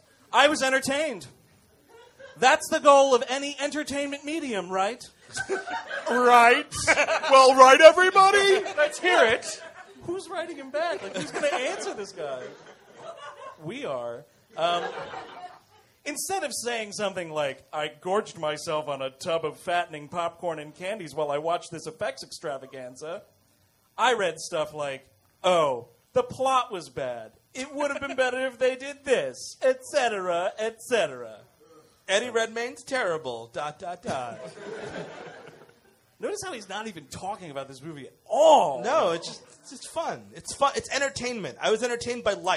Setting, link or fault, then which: setting, live audience